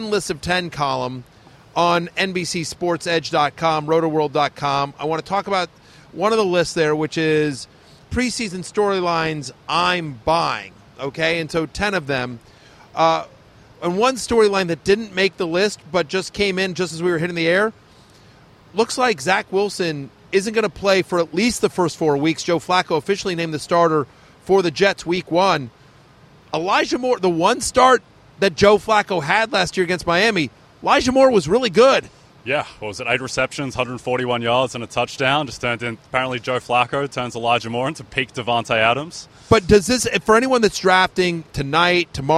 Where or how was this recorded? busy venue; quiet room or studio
busy venue